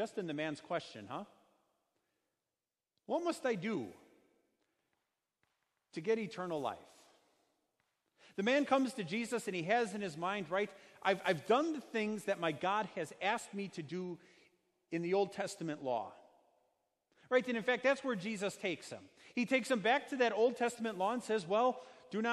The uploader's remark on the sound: Sermon preached at Our Savior Lutheran Church in Birmingham, AL